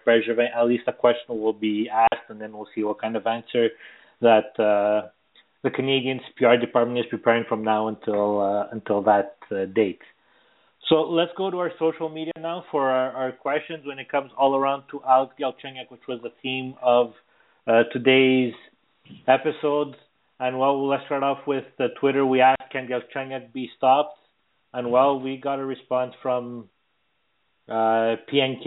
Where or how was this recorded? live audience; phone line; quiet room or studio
phone line